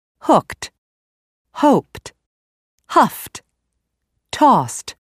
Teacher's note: that unvoiced sound must also be followed by the unvoiced t